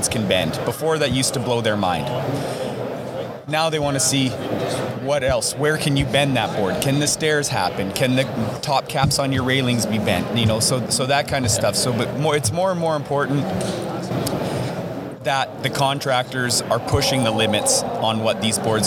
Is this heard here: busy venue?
yes